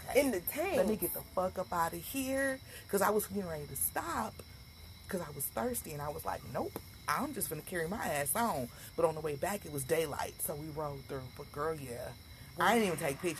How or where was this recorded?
outdoors